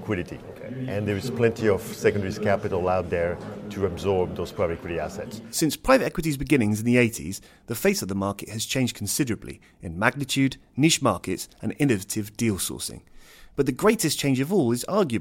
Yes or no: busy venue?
yes